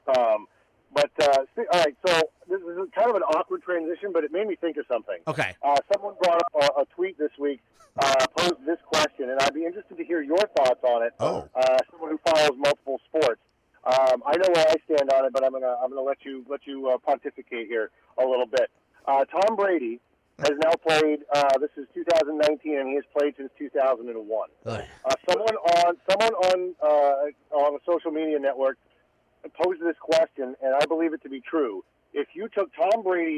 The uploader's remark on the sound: In-studio. Calls in as well!